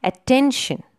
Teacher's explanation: So attention, the stress is given on the second syllable.